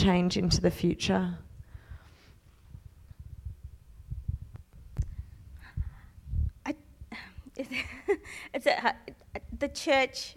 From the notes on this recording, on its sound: Final Session of the Divergent Church Radiance Women's Conference 2019